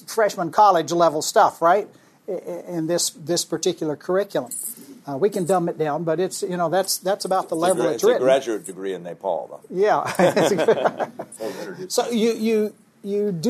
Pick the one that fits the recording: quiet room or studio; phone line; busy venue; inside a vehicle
busy venue